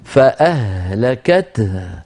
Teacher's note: الهاءان تستنفد الهواء استنفادا من الرئتين